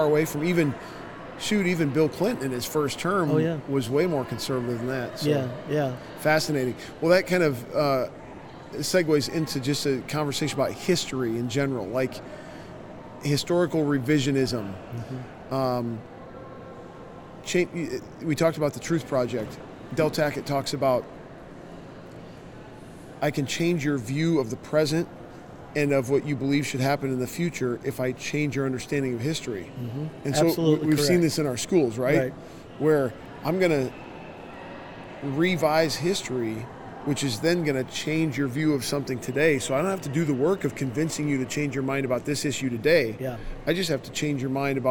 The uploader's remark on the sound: LIVE from CPE 2022!